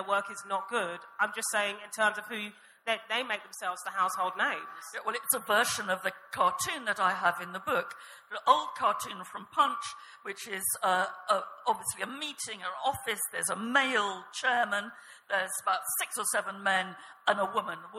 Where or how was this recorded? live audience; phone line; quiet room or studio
live audience